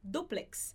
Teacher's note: Ele tem um acento, ele vai marcar que a primeira sílaba é a mais forte